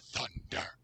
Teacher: Like the way they pronounce thunder is spondaic. It's two syllables, both of which are stressed.